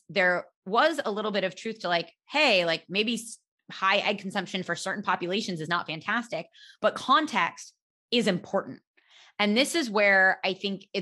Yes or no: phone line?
no